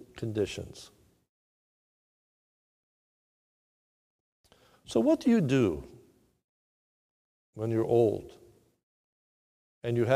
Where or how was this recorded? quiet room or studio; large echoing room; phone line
large echoing room